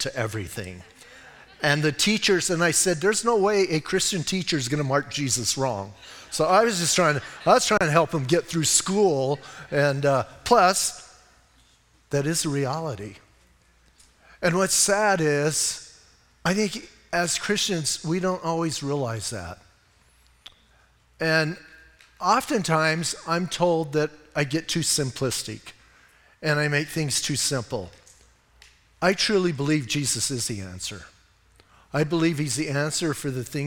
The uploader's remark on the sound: Audio messages from Calvary Chapel in Sierra Vista